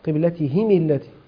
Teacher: فقرأ الإمام أبي عمرو ويعقوب بكسر الهاء مع الميم